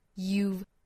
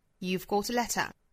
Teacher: 前面直接就是一个元音的情况，这个时候它直接就读一个小小的辅音 v 就可以了